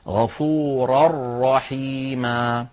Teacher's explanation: والراء من حروف الإدغام الكامل، الإدغام بلا غنة، لذلك وضعت اللجنة فوق غفورا تنوينا متعاقب متتابعا هكذا، وفوق الراء شدة وفتحة، وفوق الراء شدة وفتحة، دلالة هذه الشدة دلالة على أن هنا الإدغام إدغام كامل ولا يبقى شيء من النون.